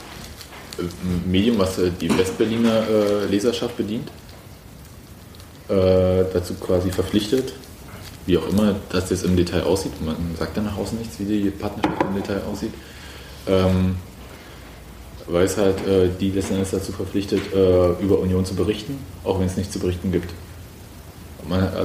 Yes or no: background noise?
yes